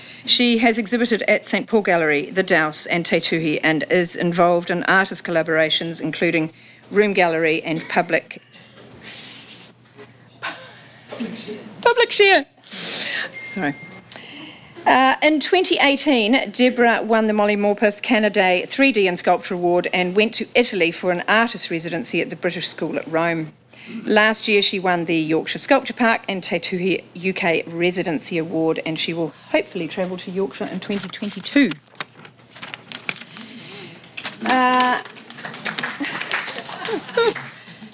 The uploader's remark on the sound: An in-depth discussion panel at Creative Matakana.